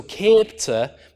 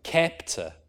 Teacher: the past tense was capte, also with a long vowel, but this long vowel becomes a short vowel. So capte becomes kepte. · Term: shortening